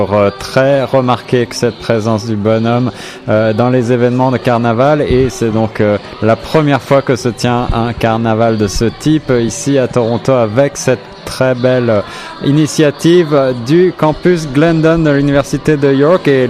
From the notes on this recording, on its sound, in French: En direct du tout premier Carnaval du Collège universitaire Glendon de l'Université York, 27 Janvier 2018.